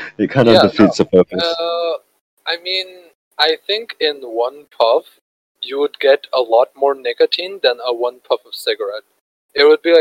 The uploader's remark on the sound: the outcome is pretty bad due to technical difficulties